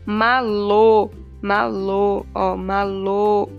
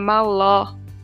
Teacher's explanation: Som fechado é o acento, o acento circunflexo, chapéuzinho que a gente fala. Então vai ficar malô, malô, ó, malô, o fechado. Se fosse aberto, som aberto seria acento agudo. Aí seria maló